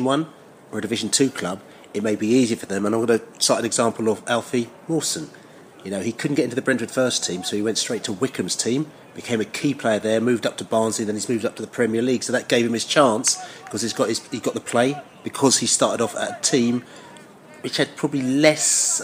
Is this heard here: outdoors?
yes